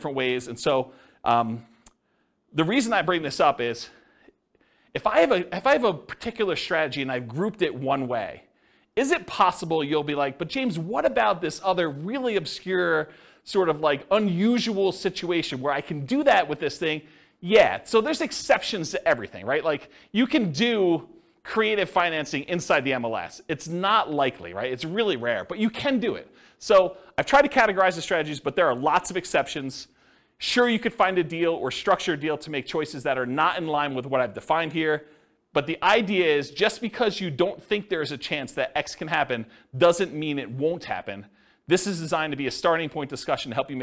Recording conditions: live audience